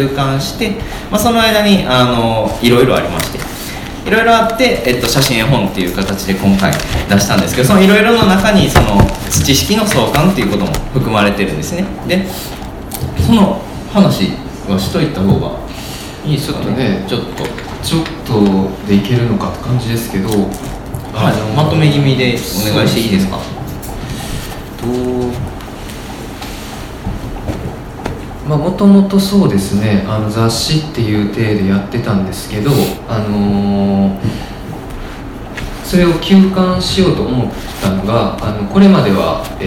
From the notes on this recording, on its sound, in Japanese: 微花』×『つち式』のトークイベント（恵文社一乗寺店）の音声。